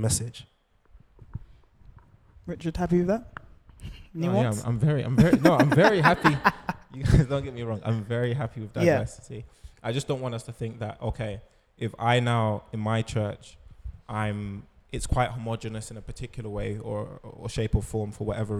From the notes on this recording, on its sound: Where Do We Go From Here? (Live Podcast). For a live recording.